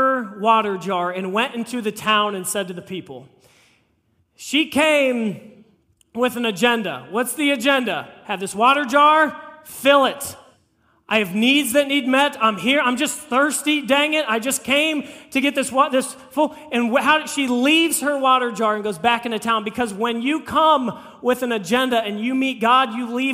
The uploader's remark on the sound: This message was preached on April 9, 2023 at FIVE39 Church.